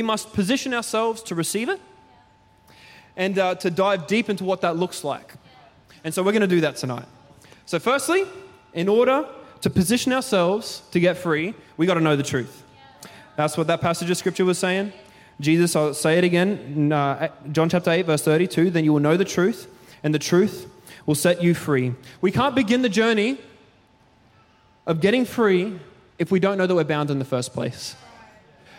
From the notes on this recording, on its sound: Recorded during our 5pm service on Sunday, the 29nd of October 2023.